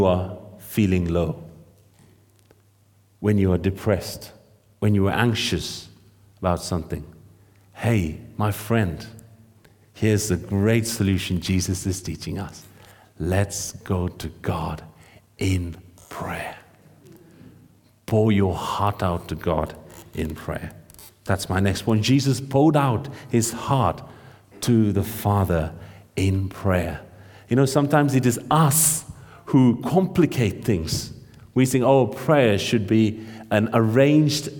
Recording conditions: large echoing room